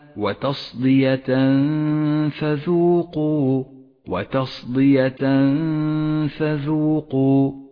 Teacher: جاء التنوين وبعده حرف الفاء، وهو حرف من حروف الإخفاء، نخفي التنوين بالفاء مع بقاء غنة للتنوين زمنها حركتان، ولذلك لون باللون الأخضر إشارة إلى الإخفاء وموقع الغنة.